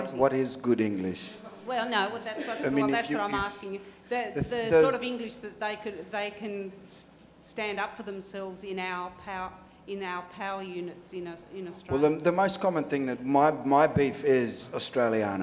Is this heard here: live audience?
yes